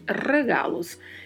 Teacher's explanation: A pronúncia já começa com um vibrato do R